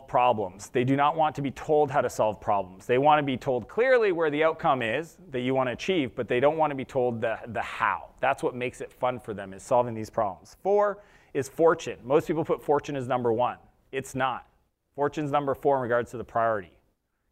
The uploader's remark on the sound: This episode was his keynote session from SaaStock West Coast 2019.